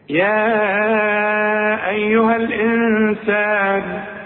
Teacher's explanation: هو مد طبيعي، يا بعدها همزة. يبقى أعمل في المد ده إيه؟ أمده أربع حركات